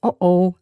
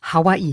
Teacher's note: Das Okina, das ist wie ein Verschlusslaut, ein stimmloser Stopp, so wie bei Oh-Oh.